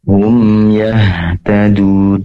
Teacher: Di sini ada min sukun bertemu dengan ya. Tentunya izhar syafawi, yaitu diperjelas mim sukunnya karena bertemu dengan ya. Hum ya, pastikan tidak diputus.